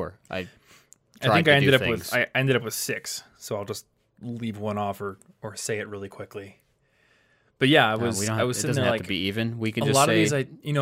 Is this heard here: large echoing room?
no